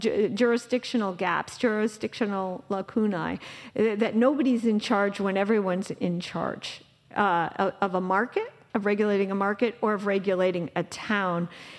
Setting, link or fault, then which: setting, live audience